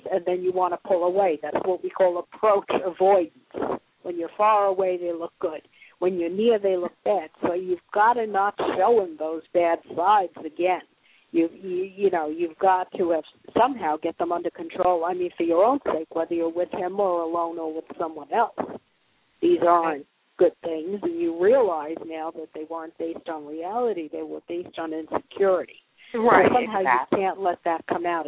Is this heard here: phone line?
yes